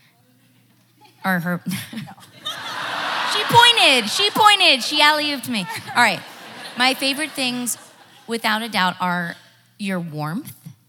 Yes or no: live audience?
yes